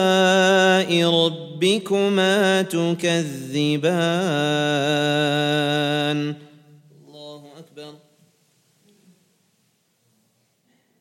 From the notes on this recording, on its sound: at the Houghton Masjid (West Street)